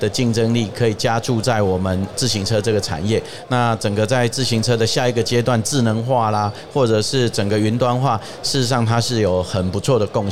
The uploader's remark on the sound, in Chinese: 2022 Taipei Cycle台北國際自行車展-Live Podcast